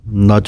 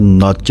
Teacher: ਨਚ ਪਾਠ ਭੋਲਾ ਬੋਲਣਾ ਹੈ, ਨੱਚ ਨਹੀਂ ਕਹਿਣਾ। · Shown in: first take